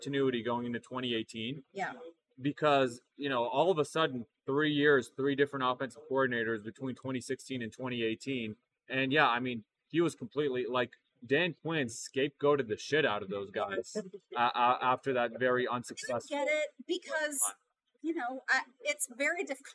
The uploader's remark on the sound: LIVE from SweetWater Brewing Atlanta. LIVE from SweetWater Brewing Company in Atlanta!